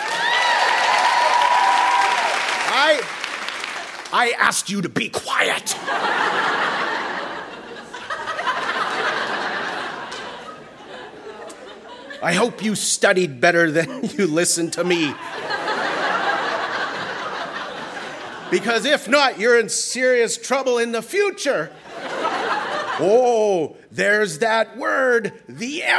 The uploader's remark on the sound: Recorded live at the Hot Docs Podcast Festival in Toronto.